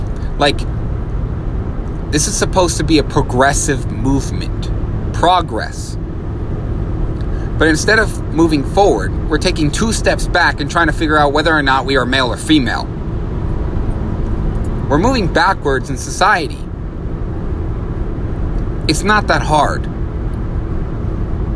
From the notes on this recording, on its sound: This episode was recorded in my truck